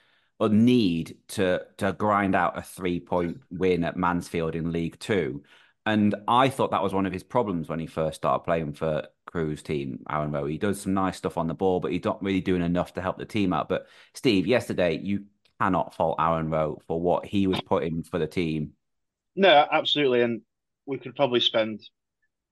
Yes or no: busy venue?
no